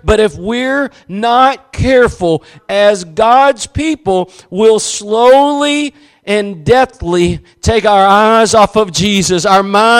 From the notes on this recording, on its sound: Preached at Gospel Lighthouse in Bossier City, La.